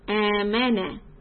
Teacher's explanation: two counts on hamza alif, and then because it's a long sound, after that we are going to emphasize the meem with the voice